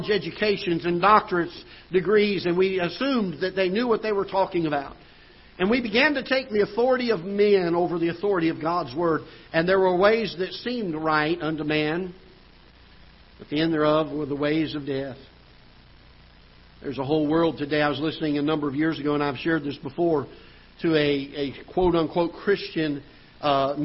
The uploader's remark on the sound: Ketha Heights Baptist Church ~ Live Broadcast